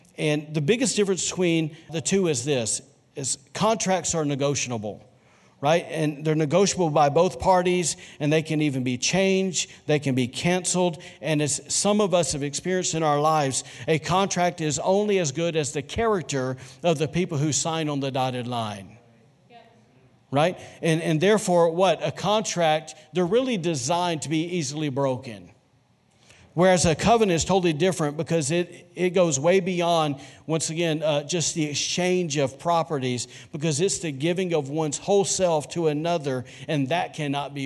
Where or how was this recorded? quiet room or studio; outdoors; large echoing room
large echoing room